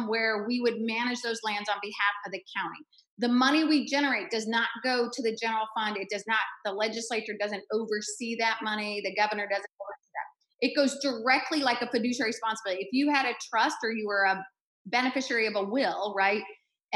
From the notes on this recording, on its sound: As part of our town hall series in partnership with the Washington Indivisible Network and Indivisible Tacoma, we present our virtual town hall. Our live conversation was recorded on the evening.